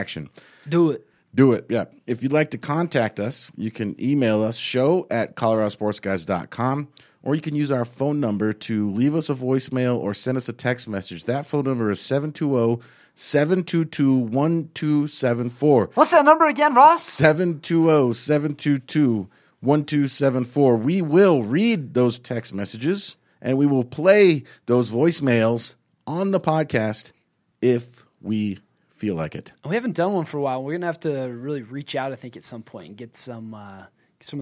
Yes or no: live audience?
no